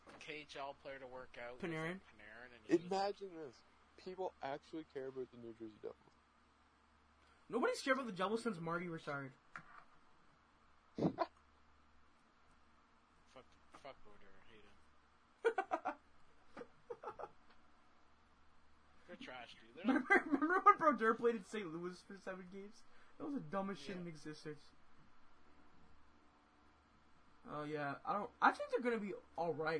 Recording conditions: poor sound quality